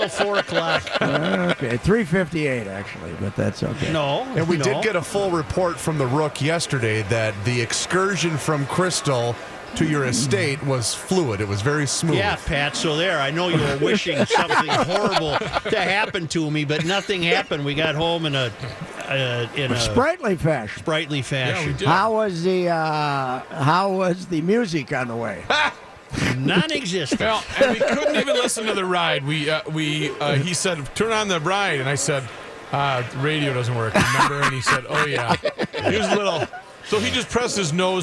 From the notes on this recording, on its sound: live from Radio Row at the Mall of America